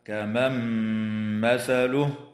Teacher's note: والنون الساكنة في قوله تعالى: كمن مثله، حكمها الإدغام مع الغنة